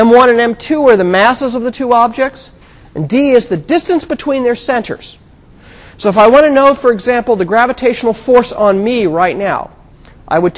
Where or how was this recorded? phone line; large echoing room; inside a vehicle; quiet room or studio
large echoing room